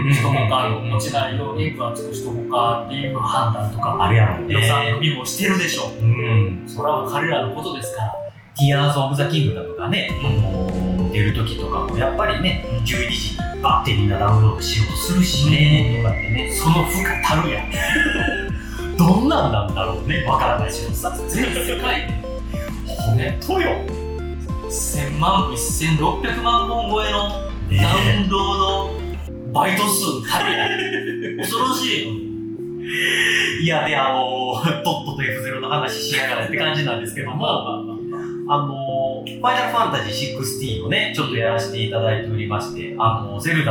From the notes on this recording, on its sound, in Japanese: 録音環境が騒がしく編集・調整しておりますが、少し聞きずらい所がございます。